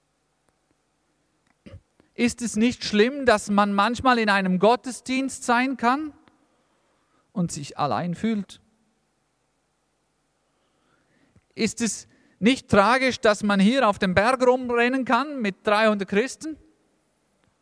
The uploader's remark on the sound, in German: aus dem Missions-Gottesdienst der Missionsberg-Gemeinde (Liebenzeller Mission)